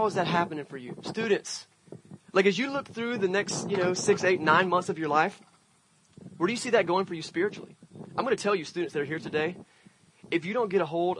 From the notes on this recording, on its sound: Church At The Park. This Sunday we left the walls behind and had a service outside at the wonderful Hugh Macrae park! A great Sunday morning to be had with a scene change for Venture Church.